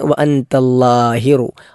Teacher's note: അള്ളാ എന്നത് നാവ് മുൻപല്ലിൻ്റെ മുകളിൽ തട്ടുന്ന രൂപത്തിൽ ലാ ആണ് ഉച്ചരിക്കേണ്ടത്. ലാഹിറു എന്ന ഹാ മലയാളത്തിലും ഇംഗ്ലീഷിലും ഒക്കെ സമാനമായ അക്ഷരമുള്ളത് കൊണ്ട് പല ആളുകളും തെറ്റിക്കാറില്ല.